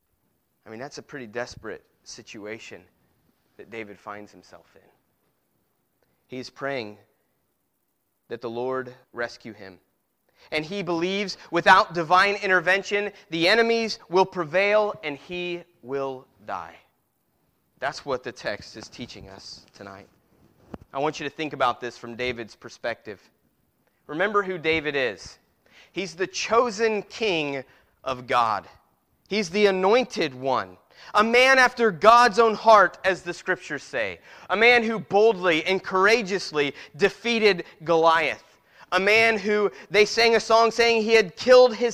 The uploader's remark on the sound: Preached at Christian Fellowship Church, Peru Indiana.